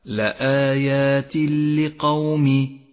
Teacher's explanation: لقوم، جاء التنوين وبعده حرف اللام وهو حرف إدغام بلا غنة، يسقط التنوين من اللفظ ويشدد حرف اللام · Term: الإدغام بلا غنة